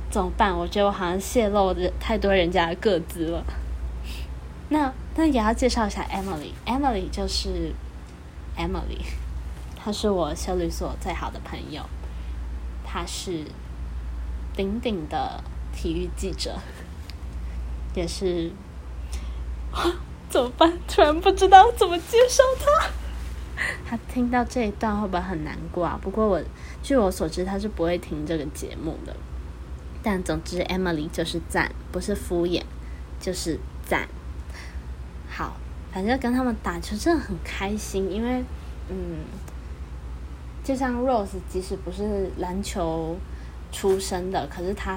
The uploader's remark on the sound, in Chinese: 這集家庭錄音室聽到的窗外的車聲呢。